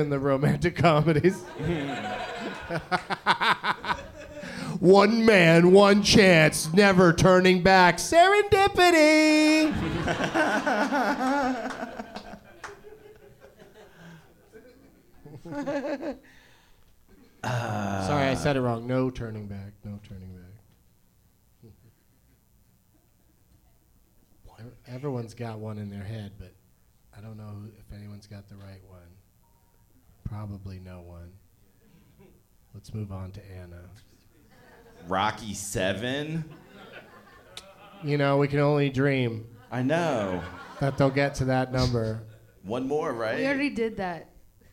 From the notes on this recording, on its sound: Live from Go Bananas Comedy Club in Cincinnati